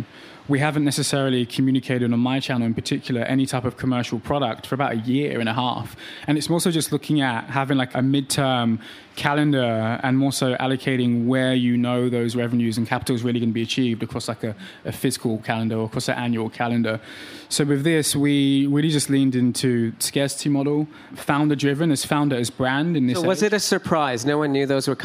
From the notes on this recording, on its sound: on stage at WPP Stream, during the annual Cannes Lions International Festival of Creativity